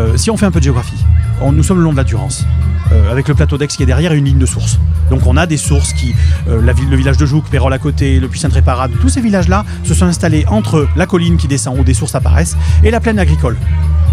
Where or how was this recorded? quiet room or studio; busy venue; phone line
busy venue